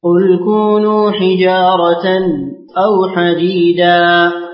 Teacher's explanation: ثم أقرأ لخلف بالسكت